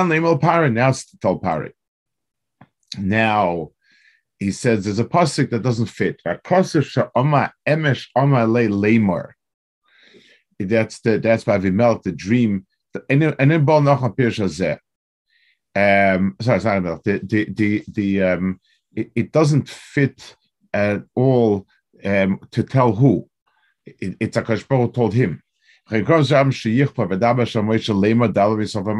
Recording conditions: video call